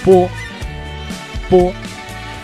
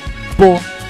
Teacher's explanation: 发音要领呢是嘴唇紧闭，波。有一个气流受阻的过程 · Term: 双唇音